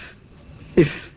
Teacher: وهي في الواقع طرد للهواء لا ضغط عليه، ولكن الهواء إذا اعترضت في الشفة العليا خرجت الفاء، فأنت إذا أطلقته تقول إف، تكون الفاء غير منطوقة نطقا فصيحا، وإذا اعترضت في الشفة العليا كانت الفاء فصيحة تقول إف. فالهواء تعترضه الشفة العليا فترده قليلا، فهي طرد للهواء وتضغط عليه الشفة فيرتد